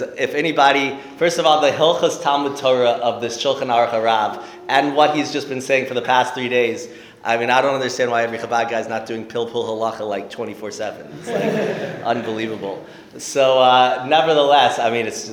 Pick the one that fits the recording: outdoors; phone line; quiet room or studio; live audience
live audience